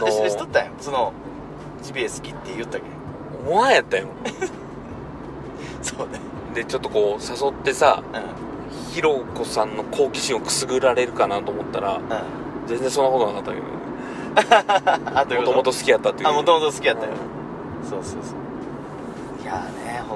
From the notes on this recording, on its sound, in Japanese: 今回は、福岡県岡垣町にあるジビエ料理屋べんけいで食べた後の車の帰り中です。金曜日の焚火会3人で収録です。